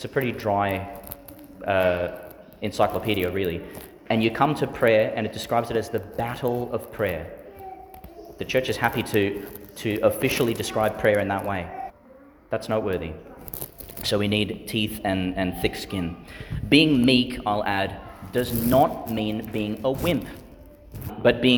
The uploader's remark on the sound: Homily for the Eleventh Sunday in Ordinary Time, delivered in St Peter Chanel Church, Tannum Sands, Qld.